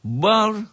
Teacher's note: ro-nya tafhim karena sebelum ro mati baris di atas